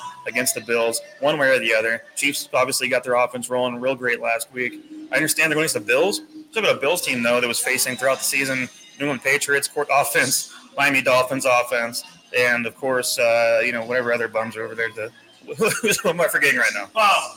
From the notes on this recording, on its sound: Live From Mr Brews Taphouse in Overland Park, KS